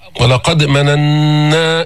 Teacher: جبنا النون المشددة، جبنا غنة بينة، غنة واضحة في النون المشددة